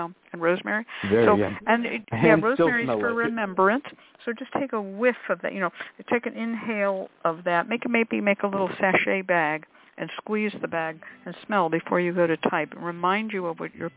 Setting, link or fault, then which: link, phone line